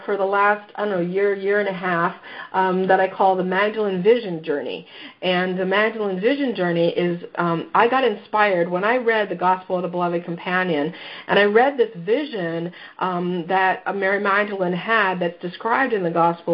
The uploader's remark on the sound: Mystical France Pilgrimage Teleconference.